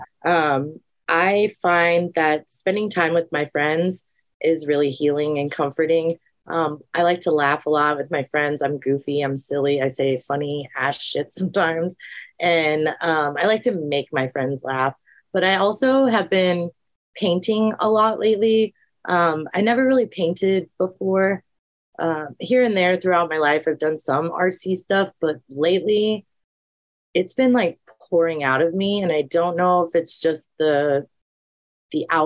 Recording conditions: video call